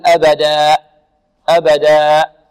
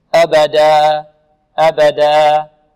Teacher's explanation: عندما نقف على الألف في كلمة أبدا نقف عليه بمقدار حركتين، ولا نقف بهمزة في نهاية الألف · Shown in: second take · Term: بدون همزة